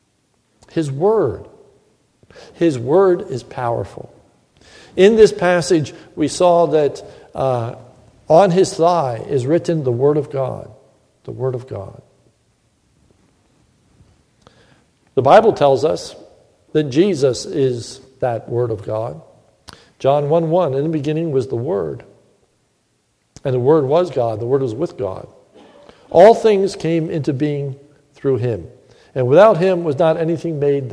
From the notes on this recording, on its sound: This is a sermon recorded at the Lebanon Bible Fellowship Church in Lebanon, PA. During the mrning service.